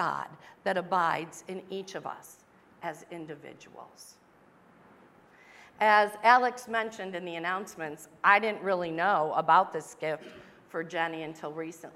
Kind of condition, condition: setting, large echoing room